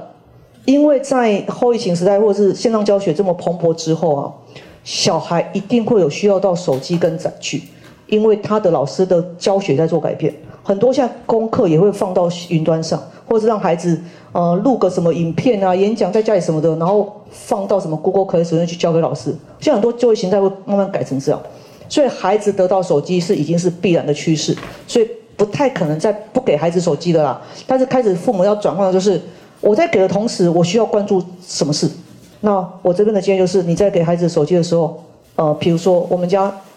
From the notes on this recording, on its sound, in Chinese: 人文讀書會現場錄音